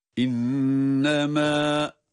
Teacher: Yani bu kelime okunup durulacaksa bir elif miktarı uzatılır. Kendi tabii olan uzatma miktarıdır.